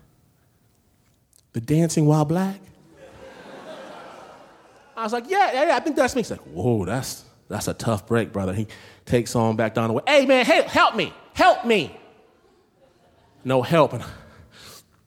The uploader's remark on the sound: Before a screaming audience at San Francisco's Brava Theater. Snap Judgment, LIVE!